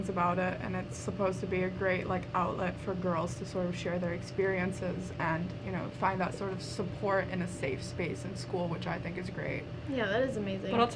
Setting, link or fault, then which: fault, background noise